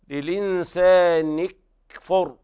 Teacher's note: لابد من بيان ترقيق الكاف